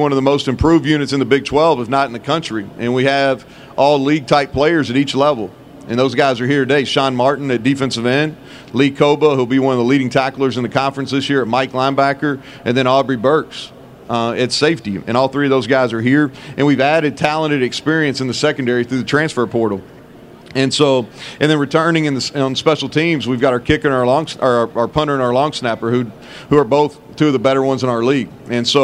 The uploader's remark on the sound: press conference at Big 12 Football Media Days